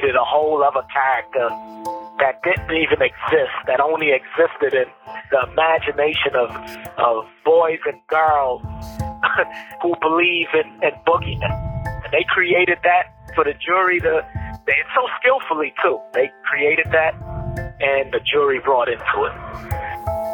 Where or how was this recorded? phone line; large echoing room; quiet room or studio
phone line